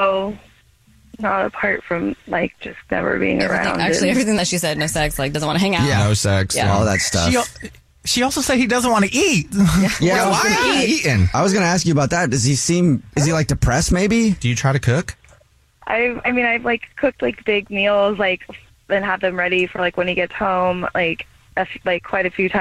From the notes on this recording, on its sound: Someone calls The Jubal Show because they think that their partner is cheating so we call them. We have a listener on the phone.